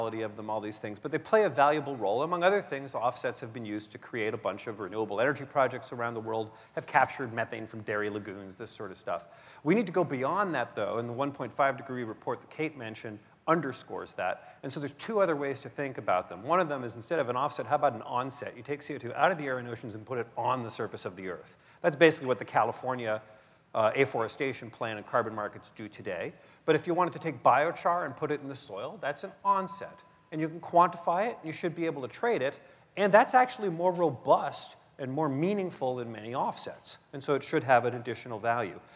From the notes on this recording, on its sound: The best of live interviews from GreenBiz events.